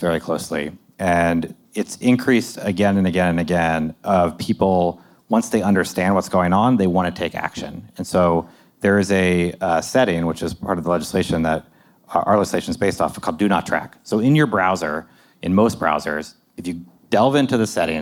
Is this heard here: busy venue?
yes